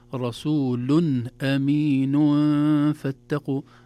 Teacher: النون أصبحت مخفاة وليست ظاهرة